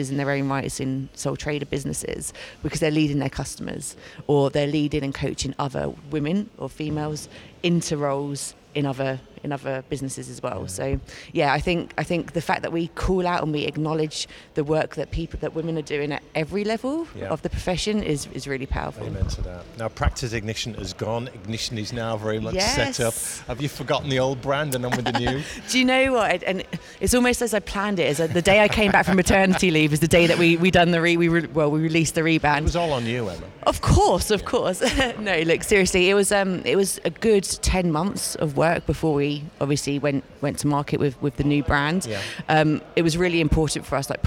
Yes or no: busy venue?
yes